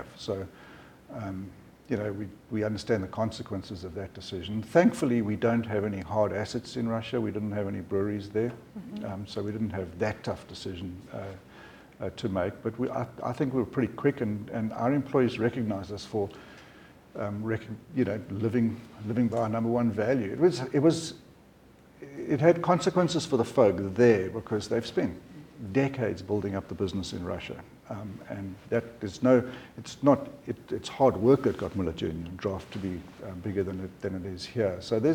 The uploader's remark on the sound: This conversation was recorded in front of a live audience